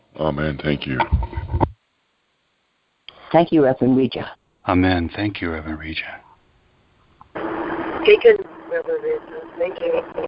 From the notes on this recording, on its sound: ACIM Daily TEXT Conference Call